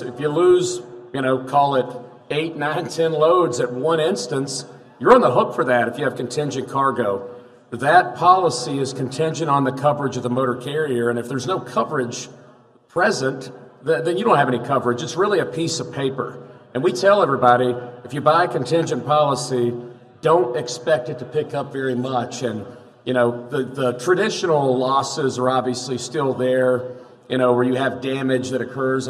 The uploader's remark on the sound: Is live from day 1 at The Future of Freight Festival and we’re bringing the gong show to Chattanooga.